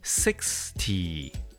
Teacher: So the stressed syllable is the first syllable.